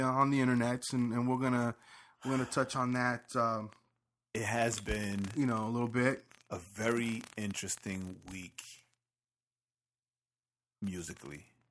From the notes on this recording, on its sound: The 3rd podcast coming from somewhere in Marietta, GA. Sorry about he crackle we used new mics and are figuring it out...